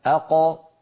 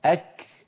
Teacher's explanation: القاف من أقصى اللسان مع الحنك اللحمي، الكاف من أقصى اللسان مع الحنك اللحمي والعظمي في آن واحد. فالقاف هنا مثلا والكاف هنا، القاف أعمق من الكاف.